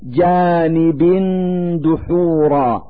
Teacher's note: في هذا المثال كسرتان تحت الباء من كلمة جانب، نلفظ هاتين الكسرتين نونا ساكنة من مخرج الدال من كلمة دحورا · Term: الغنة